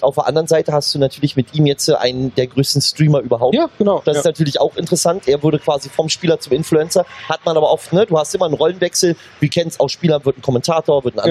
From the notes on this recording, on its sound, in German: Das haben wir für euch live auf der CAGGTUS in Leipzig besprochen, einer der größten LAN-Partys Deutschlands.